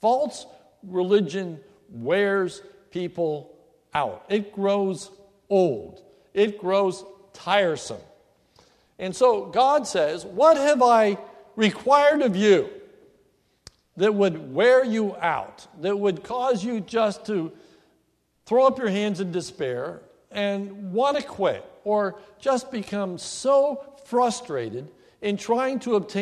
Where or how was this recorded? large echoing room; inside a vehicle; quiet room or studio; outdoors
large echoing room